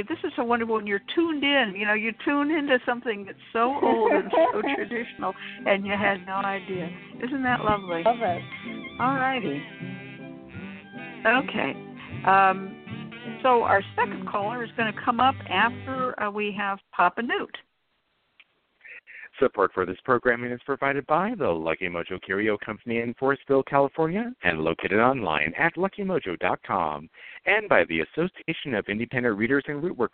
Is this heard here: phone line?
yes